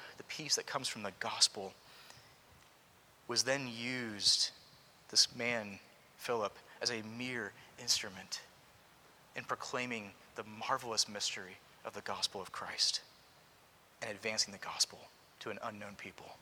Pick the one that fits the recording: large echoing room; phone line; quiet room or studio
large echoing room